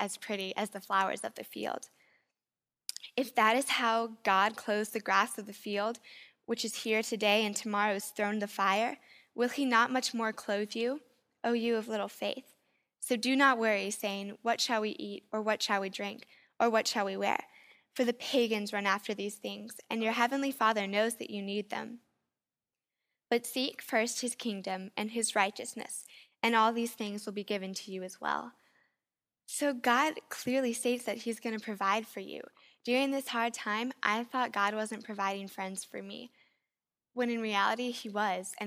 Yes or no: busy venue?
no